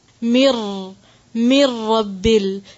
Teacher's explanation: نون ساکن کو را کے ساتھ مرج کر دیں گے، ادغام کریں گے. مر، مر رب ال، لیکن ادغام کرتے وقت آپ نے ساتھ غنہ نہیں کرنا.